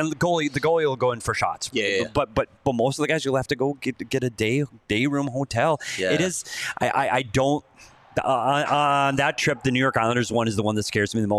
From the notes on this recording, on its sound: live at the Ice Den in Scottsdale